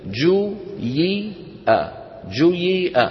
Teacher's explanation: خلط الكسرة في أول هذا الفعل وما ماثله بالضمة، وجزء الكسرة مقدم. · Term: الإشمام